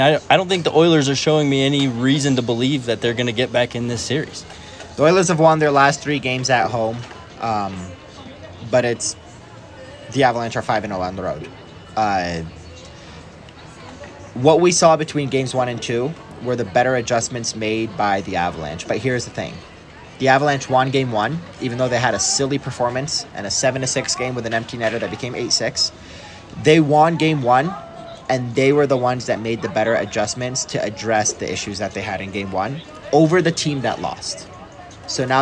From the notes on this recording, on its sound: quick hit post-game live from Ball Arena edition of Hockey Mountain High